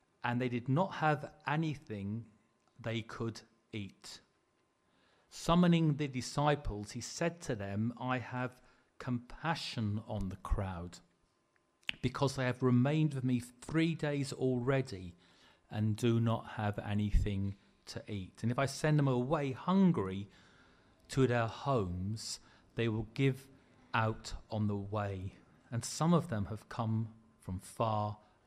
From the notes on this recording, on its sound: Preached at the LCC Sunday Service